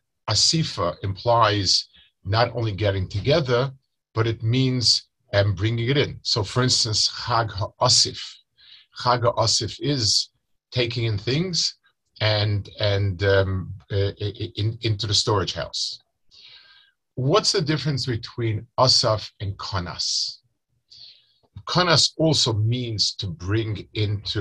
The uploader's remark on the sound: Delivered over Zoom to Chullin Chaburah.